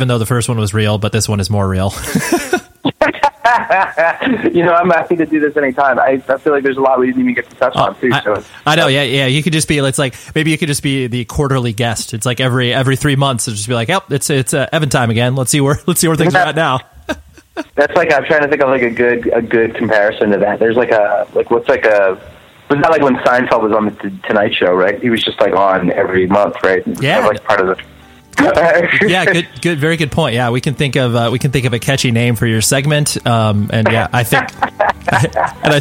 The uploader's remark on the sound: We hopped on the phone one afternoon